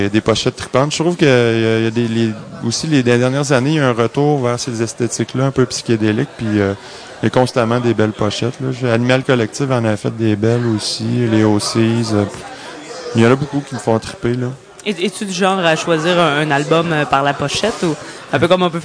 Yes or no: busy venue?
yes